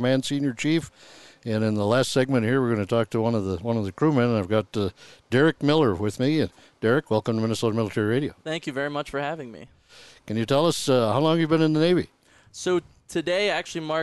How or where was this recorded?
busy venue